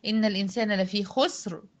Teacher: ريه ساكنة نتيجة الوقف، قبلها السين ساكنة، قبلها الخاء مضمومة، يبقى إذا الراء هتفخم